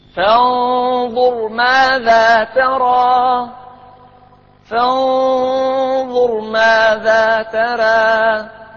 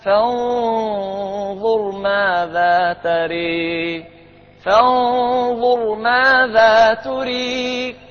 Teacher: وماذا ترى بالضم والكسر شائع حمزة والكسائي يقول فانظر ماذا تري أي ماذا تري ماذا إيش ماذا تريني أو يعني الفعل أو فانظر ماذا ترى الباقون بفتح التاء والراء · Shown in: first take